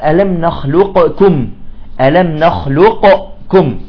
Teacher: الإدغام الكامل يعني ندغم القاف كليا في الكاف